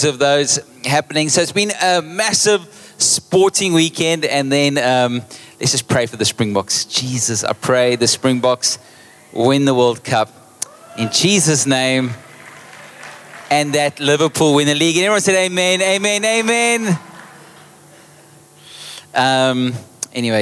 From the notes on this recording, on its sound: Recorded live on Sunday 20th August the 2023